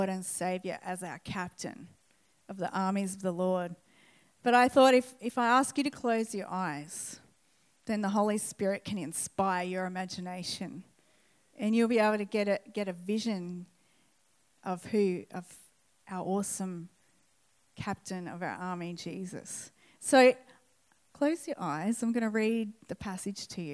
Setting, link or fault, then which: setting, large echoing room